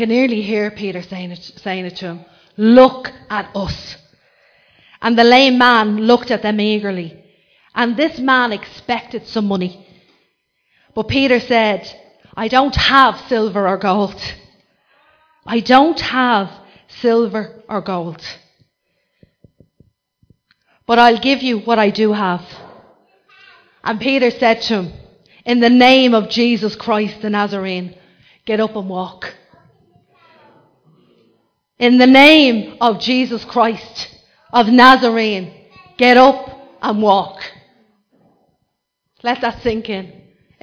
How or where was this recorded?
large echoing room